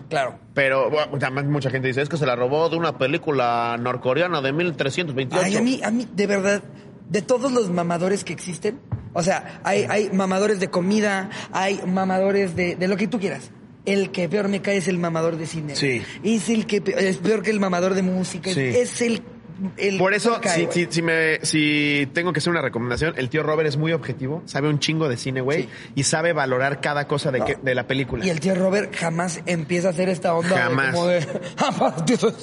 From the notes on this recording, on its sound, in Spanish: en este episodio en vivo desde Veracruz, pudimos grabar en el acuario